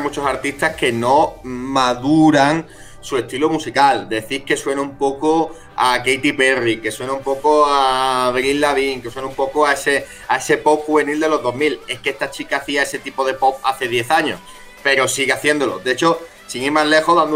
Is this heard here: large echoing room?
no